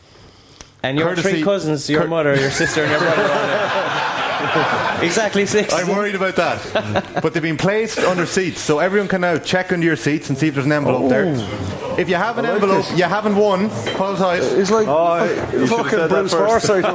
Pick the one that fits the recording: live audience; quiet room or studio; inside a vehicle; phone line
live audience